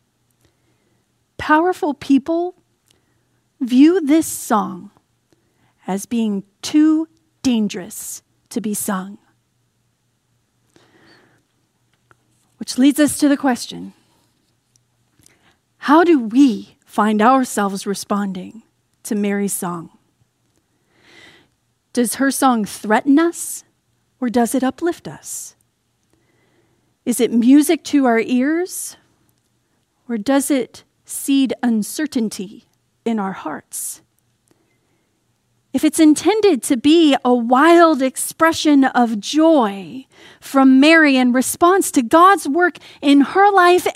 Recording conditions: large echoing room